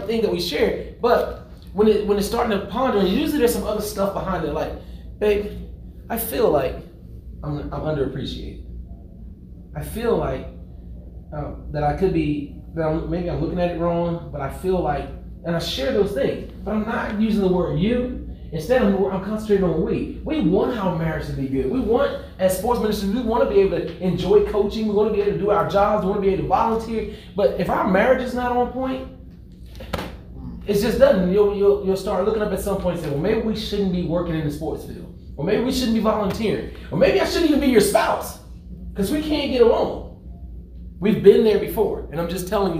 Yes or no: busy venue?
yes